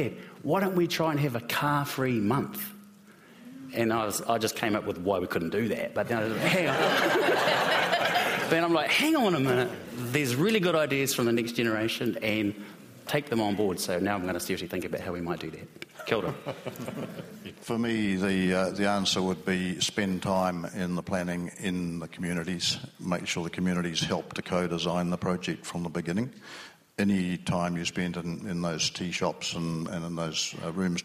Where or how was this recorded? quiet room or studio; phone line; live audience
live audience